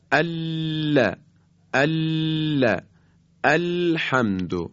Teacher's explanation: پس باید نوک زبان رو در حرف لام به اصطلاح بچسبونیم به مرز بین لثه بالا و گودی سقف دهان.